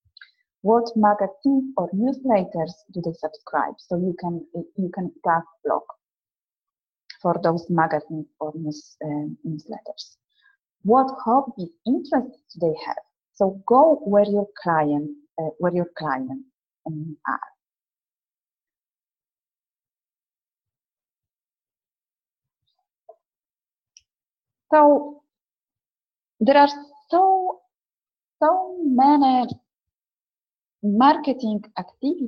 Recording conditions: video call